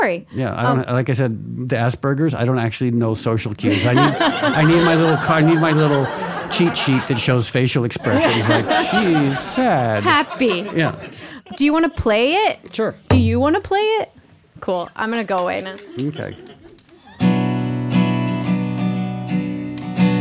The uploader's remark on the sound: Do their first live podcast recording at Neuehouse Hollywood.